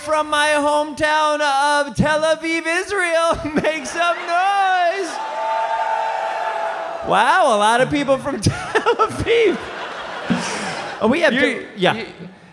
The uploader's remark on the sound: Live from Thalia Hall in Chicago. HeadGum Live.